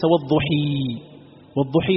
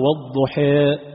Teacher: الآن فتحة وألف والضحى فإذا أملتها تقرأها والضحى ليس والضحي والضحي هذا قلب خالص قلبت الفتحة كسرة والألف ياء · Shown in: first take · لكن انظر تقرأها والضحى فهذه هي الإمالة تلك الفتحة تنحو بها